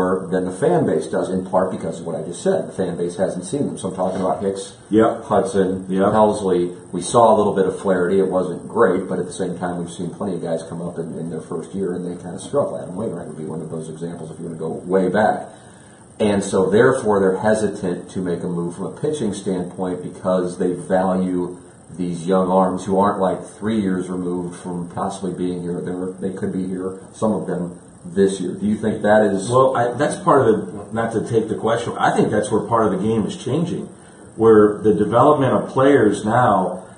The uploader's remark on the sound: Live From Spring Training. Live from Cardinals Spring Training.